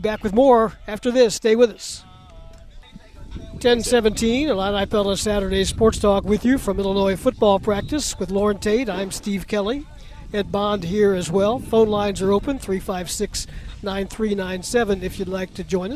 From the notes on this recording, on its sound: live from Illini football practice